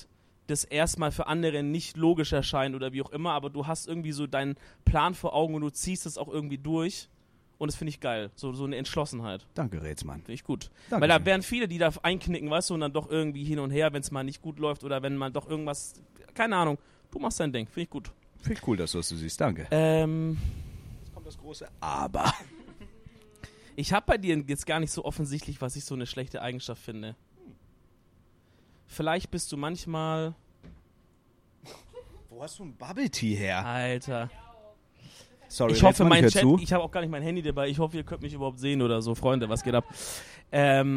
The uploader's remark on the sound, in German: OPEN MIC VON DER LAN PARTY. Wir berichten live von der Streamer-LAN und nehmen unseren Podcast auf.